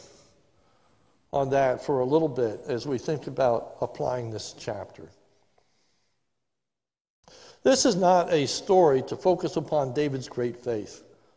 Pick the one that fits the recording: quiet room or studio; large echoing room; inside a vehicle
large echoing room